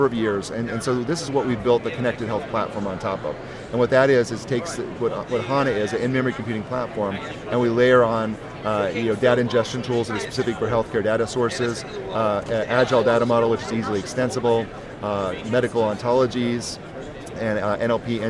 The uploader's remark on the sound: LIVE from #HIMSS17